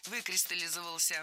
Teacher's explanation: Ударение падает на первый слог, на приставку «вы».